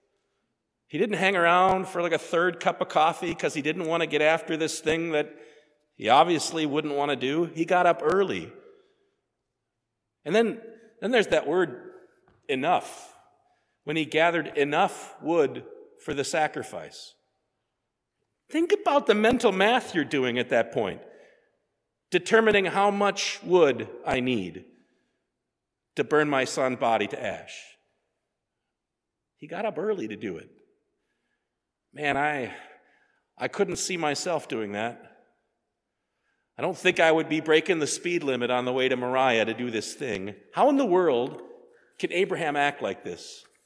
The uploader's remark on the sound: sermon preached at Faith on Feb 18, 2024